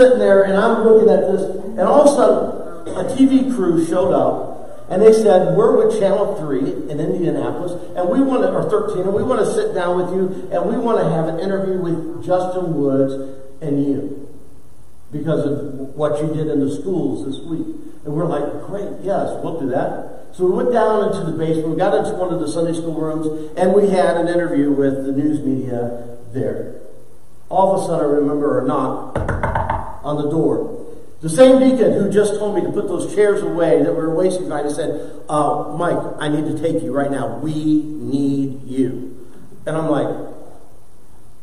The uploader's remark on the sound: preached for the first time in church